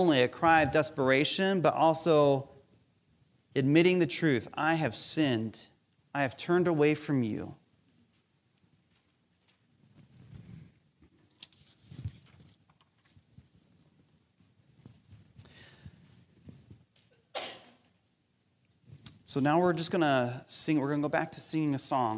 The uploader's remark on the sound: Recorded live during our Sunday Service